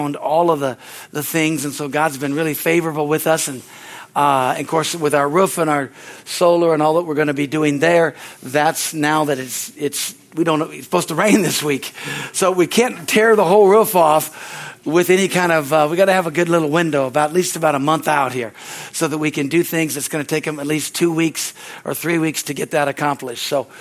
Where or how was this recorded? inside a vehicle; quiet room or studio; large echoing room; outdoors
large echoing room